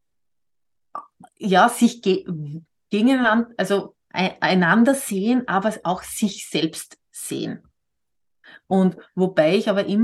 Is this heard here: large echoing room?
no